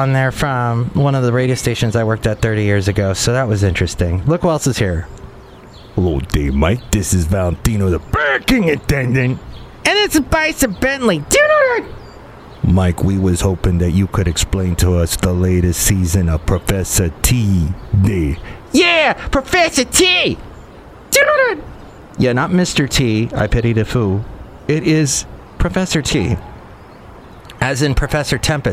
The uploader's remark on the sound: podcasts live from Café Anyway